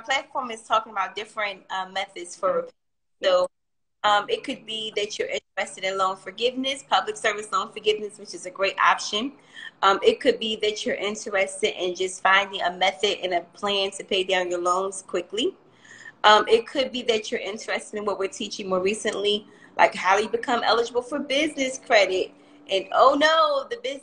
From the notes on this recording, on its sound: Instagram Live